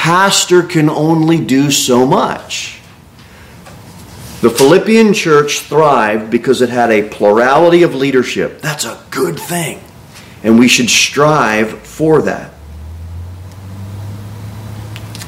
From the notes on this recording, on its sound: Sermon delivered at Pilgrim Baptist Church